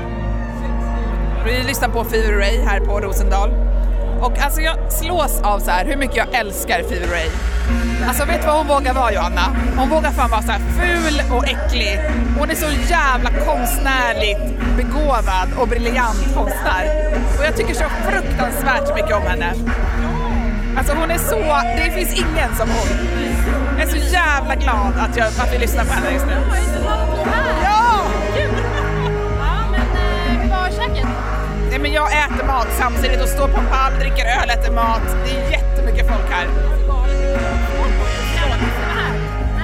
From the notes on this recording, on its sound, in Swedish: Pratar med roliga festivalbesökare och trängs i publikhav – en skön festivalkväll med lasershow i Stockholmsnatten! I det här avsnittet får du följa med oss på festivaläventyr på Rosendal Garden Party som ägde rum i juni på Djurgården i Stockholm.